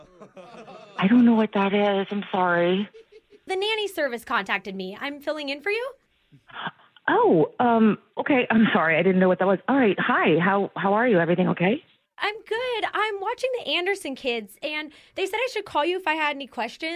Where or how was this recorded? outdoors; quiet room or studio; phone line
phone line